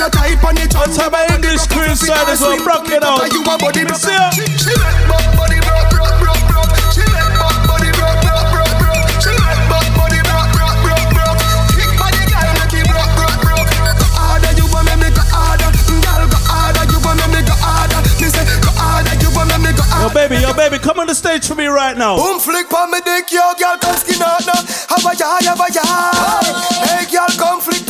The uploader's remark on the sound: MY LIVE SET FROM RICH LONDON UNLOCKED PARTY.